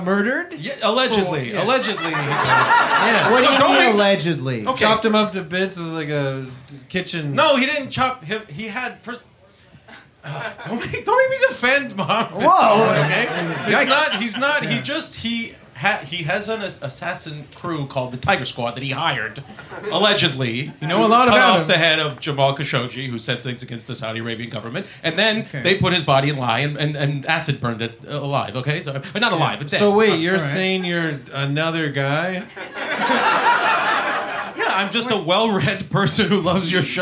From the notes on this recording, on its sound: Here it is: our first ever live episode! Dazzle a sold-out crowd. At Comedy Bar in Toronto.